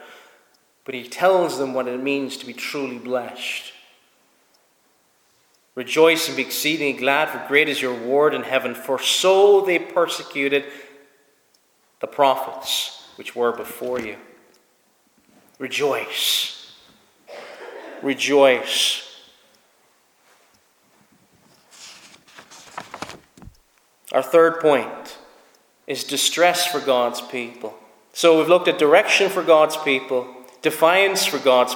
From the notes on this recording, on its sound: Preached at Snizort Free Church